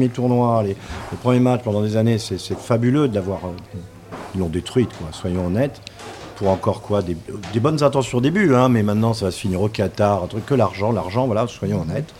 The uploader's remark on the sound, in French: Cette semaine émission spéciale en direct de l'Evian Championship.